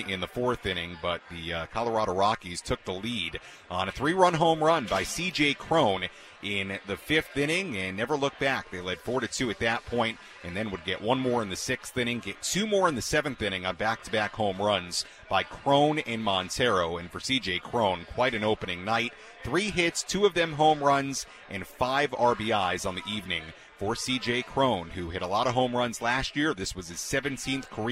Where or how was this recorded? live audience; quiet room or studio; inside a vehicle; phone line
phone line